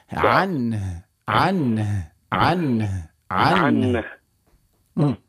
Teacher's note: شوف هي حرف نون بعد حرف الهاء اللي هو حرف حلقي يعني قاعدة الإظهار، لكن التقى ساكنان على حده، حد الوقف وهو حد الجمع وهو الوقف. إذن هنا ستنطق نونا ساكنة مظهرة مع حرف الهاء من أقصى الحلق